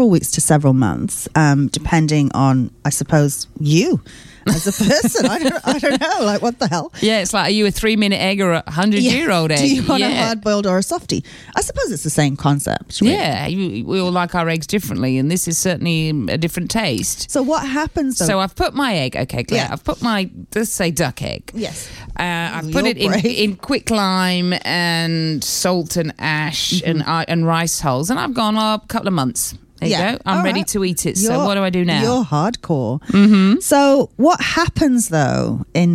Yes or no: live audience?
no